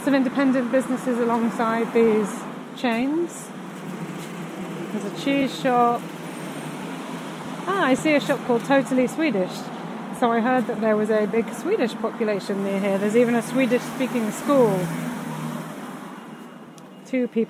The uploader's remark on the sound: This podcast is recorded in 3D sound! Join her out and about as she captures those small, magical moments of everyday life, in sound. Thanks to 3D recordings, you’ll hear everything she does as if you were right there with her.